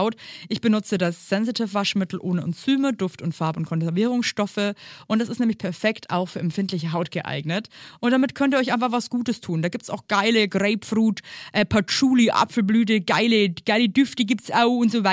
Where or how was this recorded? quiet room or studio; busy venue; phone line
quiet room or studio